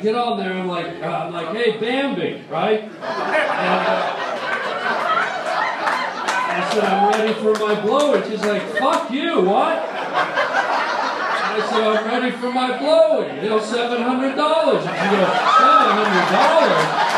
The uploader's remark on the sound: LIVE on the Sunset Strip - Stand Up!